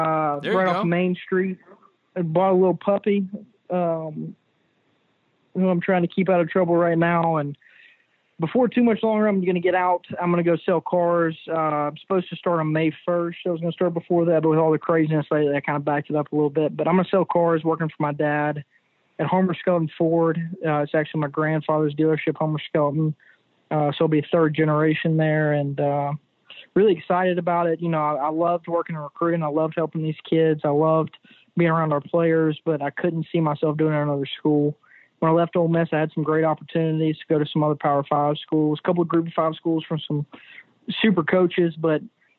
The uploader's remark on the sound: joined on the Modern Woodmen phone line